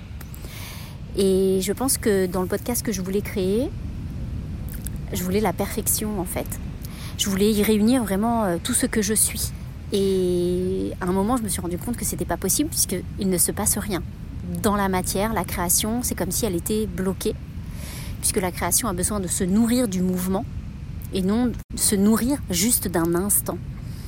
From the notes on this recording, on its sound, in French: enregistré sur une plage avec le bruit des vagues en fond sonore